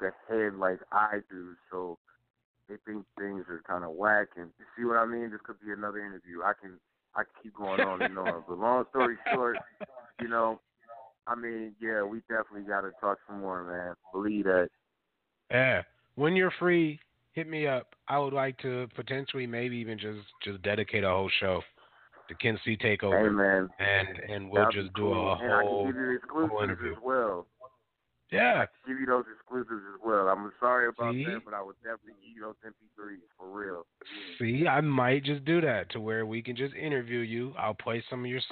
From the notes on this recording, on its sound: Coming at you live from Saint Paul, Minnesota. Calls in at the 11:15 mark for a live phone in interview.